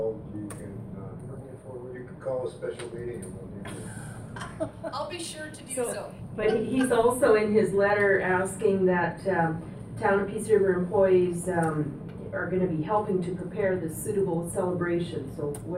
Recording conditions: large echoing room